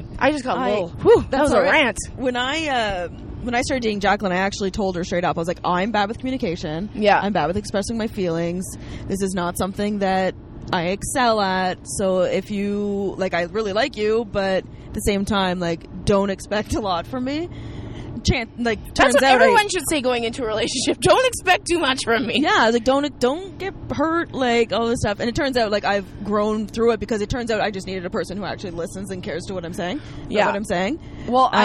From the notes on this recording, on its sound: on a car ride from Moncton to the Halifax airport